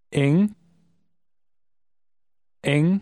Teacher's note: Pay attention to the beginning of the word. It's eng and not ing.